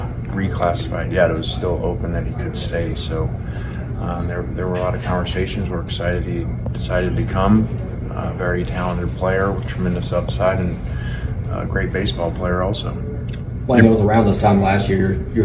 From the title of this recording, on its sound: LIVE! From SEC Media Days